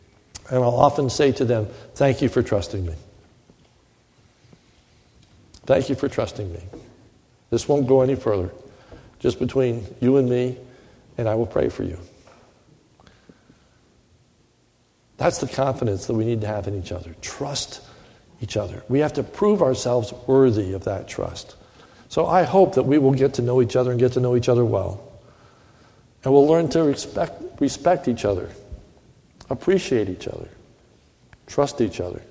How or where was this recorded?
large echoing room